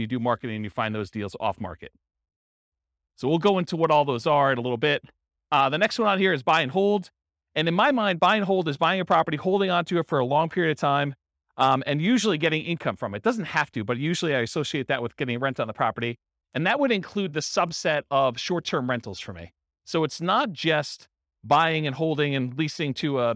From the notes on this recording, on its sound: This was a live class recorded.